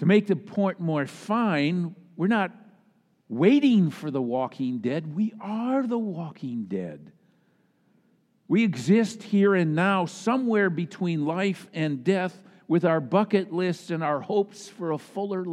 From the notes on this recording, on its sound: Easter Sunday message delivered during the Traditional Worship Service. Easter Sunday message delivered during the Traditional Worship Service.